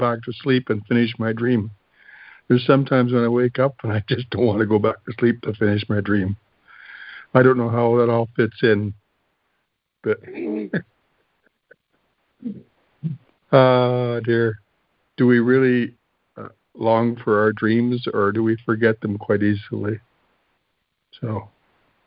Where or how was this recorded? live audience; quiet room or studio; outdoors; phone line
phone line